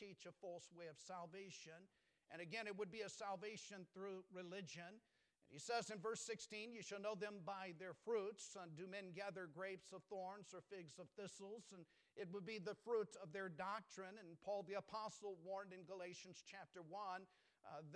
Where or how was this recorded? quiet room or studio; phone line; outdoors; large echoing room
large echoing room